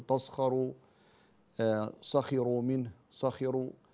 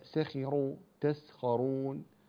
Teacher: السين لا تجعلها صادا فتتأثر يعني بمجاورتها للجيم للخاء المفخمة · Shown in: second take · Term: تخليص الحروف